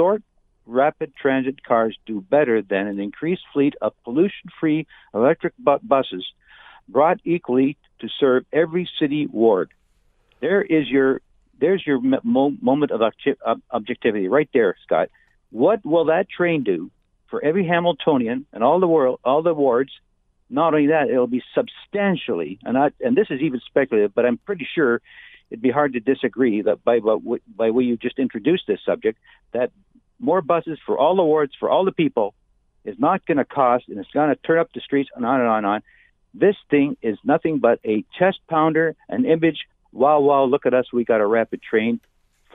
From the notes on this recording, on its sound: opens up the phone lines